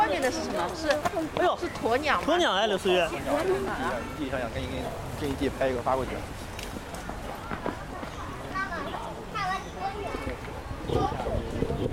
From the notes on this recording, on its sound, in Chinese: 带着录音机去跨年。31号那天带着老婆孩子去上海跨年。带上录音机，录了些游玩过程中的声音。连大虹桥区域都没出。